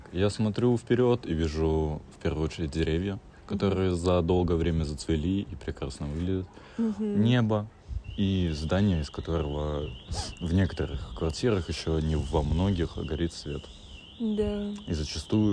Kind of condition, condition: setting, outdoors